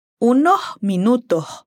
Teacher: la S va a sonar como un aire que pasa por la garganta